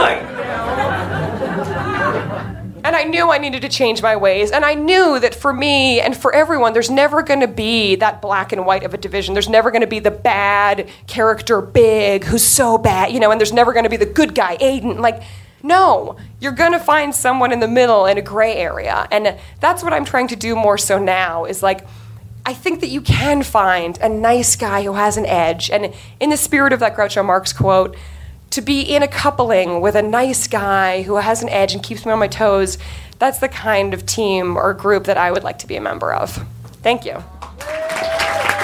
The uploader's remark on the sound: Live From NYC Podfest 2014